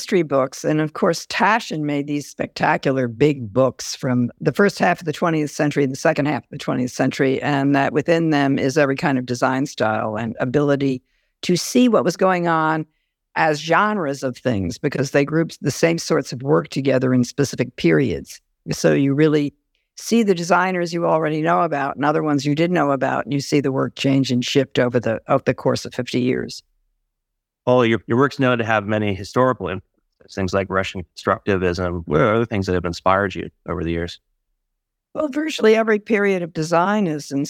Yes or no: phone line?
no